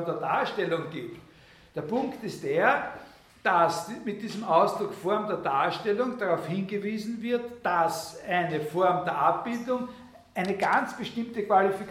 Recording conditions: large echoing room